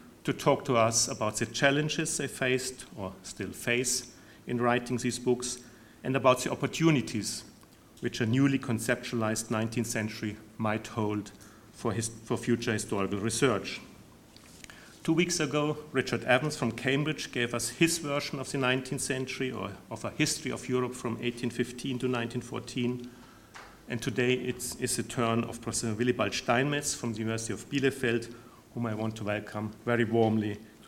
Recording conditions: large echoing room